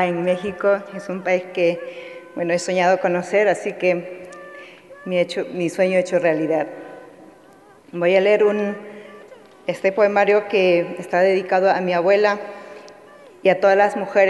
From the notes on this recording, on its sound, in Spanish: Emitió su palabra en el Festival de Poesía en Lenguas de América Carlos Montemayor, llevado a cabo en la Sala Nezahualcóyotl de la Ciudad de México.